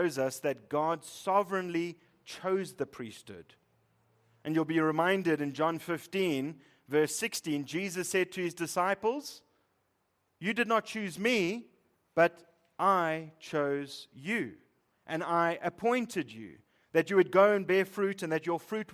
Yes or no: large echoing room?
yes